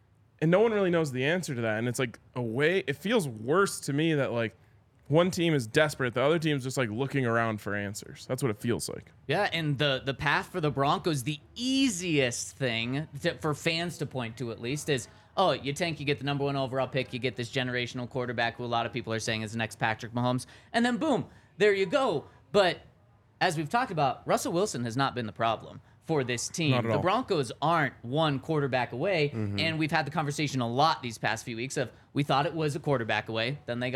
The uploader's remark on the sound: coming to you LIVE from the DNVR Bar